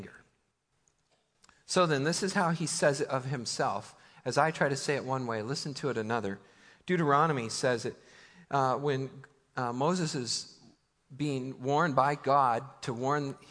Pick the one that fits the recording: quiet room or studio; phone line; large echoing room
large echoing room